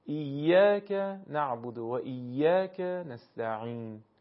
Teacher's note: مثلا میگم من اگر بخوام ضربه روی حرف کاف بزنم، طبیعتا میشه ایاک نعبد، ببینید چون دارم روی کاف ضربه میزنم کلمه وصل میشه حرف کاف به حرف بعد. ولی اگر ضربه خودم رو روی الف مدی ایاک بزنم، اون وقت دیگه کاف به حرف بعد متصل نمیشه، یعنی ایاک ایاک دیگه کاف کاملا جدا میشه از کلمه بعد.